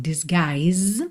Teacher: Disguise nesse G, o I, olha, o U não é pronunciado, esse I é aberto, longo